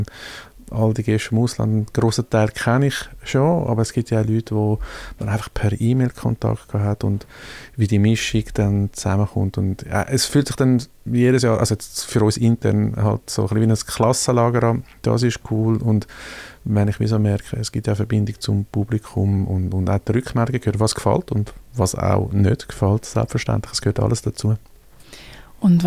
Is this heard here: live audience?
no